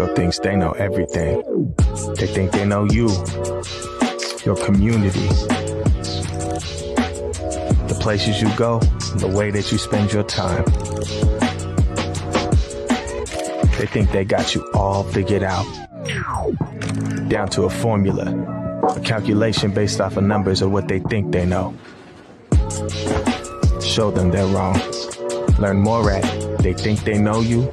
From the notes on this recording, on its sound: live from the iconic Pier 62 at Seattle's historic waterfront